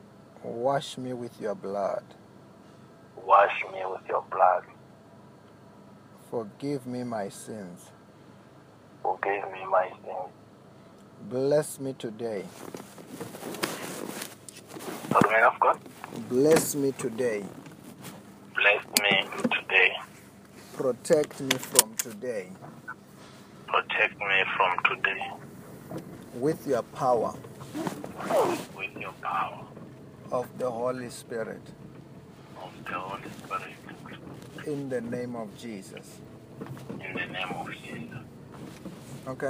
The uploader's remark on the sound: healing over the phone